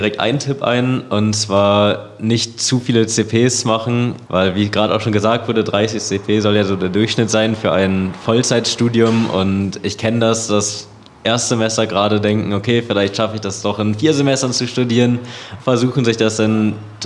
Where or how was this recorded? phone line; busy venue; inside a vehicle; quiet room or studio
busy venue